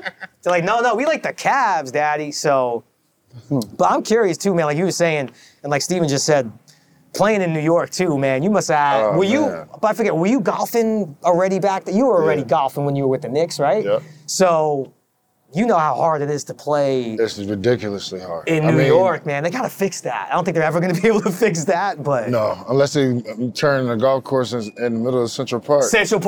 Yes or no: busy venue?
yes